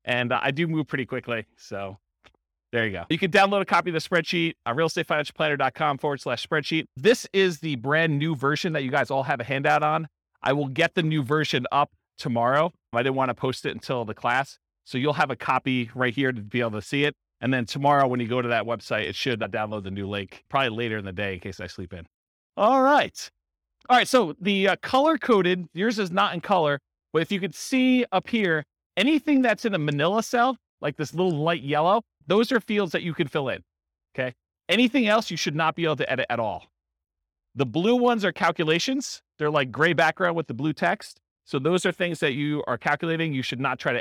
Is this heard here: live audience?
yes